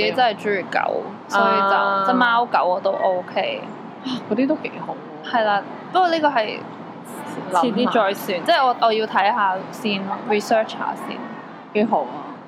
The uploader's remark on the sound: Sorry about the background noise this time